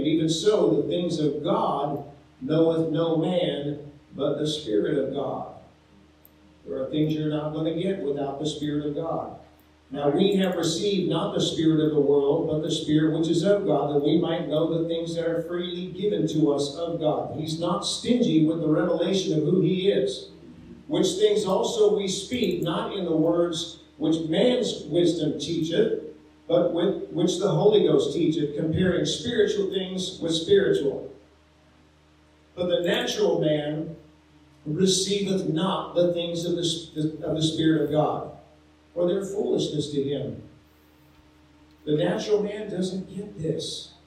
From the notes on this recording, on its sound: Sorry for the poor sound quality on this episode.